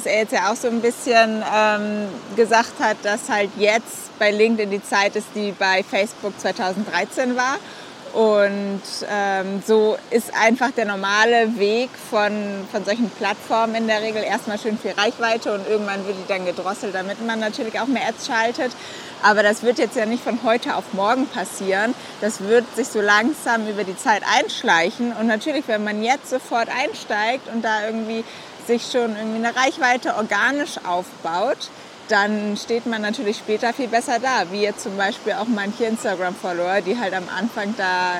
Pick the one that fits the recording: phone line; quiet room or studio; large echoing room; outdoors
outdoors